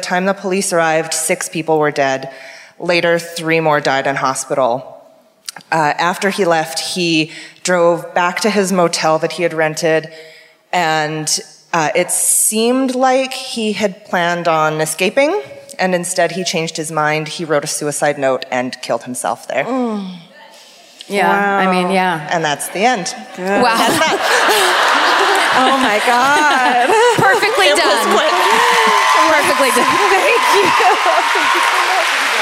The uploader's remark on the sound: Live at the Queen Elizabeth Theatre in Vancouver.